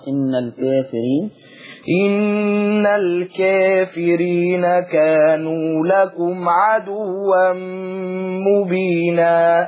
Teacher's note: وهنا الكافرين مقللة قولا واحد